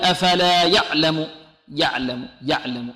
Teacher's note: أفلا يعلم، أفلا كلها مرققة، هذه يعلم كذلك مرققة، العين فقط هذه لابد أن نركز عليها لعل بعض الطلاب يعطيها شدة، هي متوسطة يعني زمنها متوسط